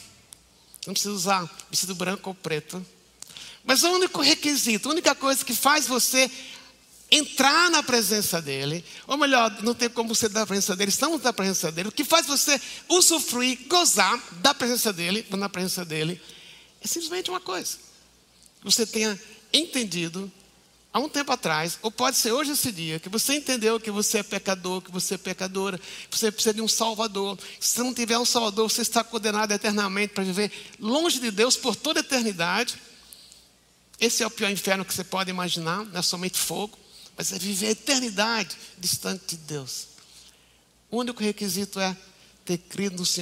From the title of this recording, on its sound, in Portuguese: Culto Ao Vivo